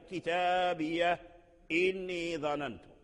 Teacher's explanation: هاء السكت في هذه الكلمات ثابتة وصلا ووقفا، لكن ورش له الوجهان في النقل فقط، وأما الهاء فهي ثابتة على أي حال.